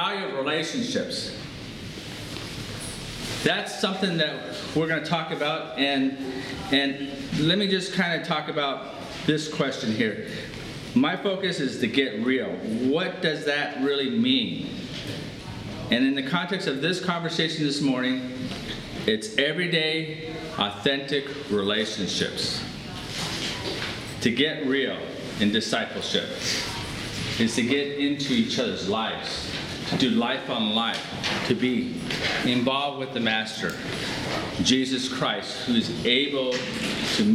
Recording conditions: live audience